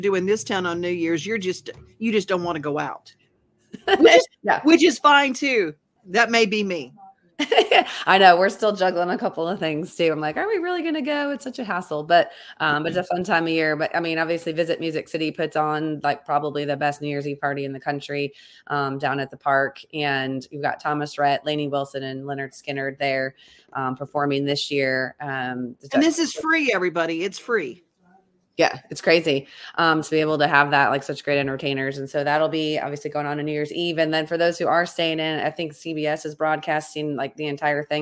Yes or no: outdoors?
no